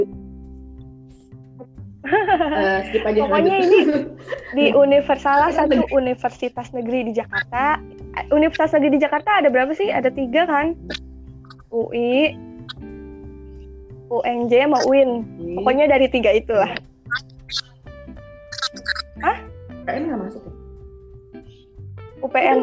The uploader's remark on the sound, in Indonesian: Sorry, kualitas suara kurang bagus.